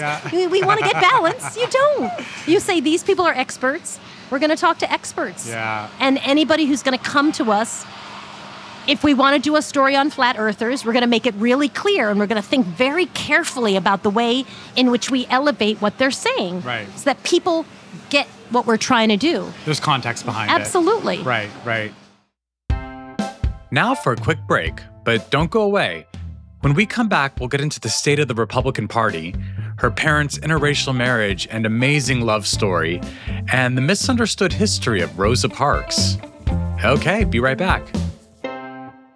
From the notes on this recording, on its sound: This episode of Dinner’s On Me was recorded at Harlem Shake in Harlem, NYC.